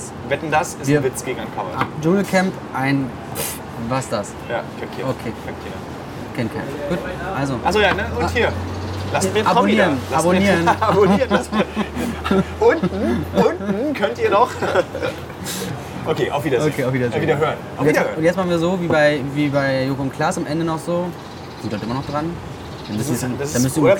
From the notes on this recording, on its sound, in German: live aus Skid Row, einem Slum in LA